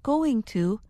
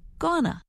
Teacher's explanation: In casual conversation, most Americans will change going to gonna. · Shown in: second take · Term: reduced form